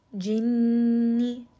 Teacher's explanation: Noon has a shadda here. So we are going to make sure to bring this up into the nose and give it ghunna. Jinni. So you can kind of hear that I am spending a little bit more time on this letter because it does have that shadda and we are bringing this up into the nose.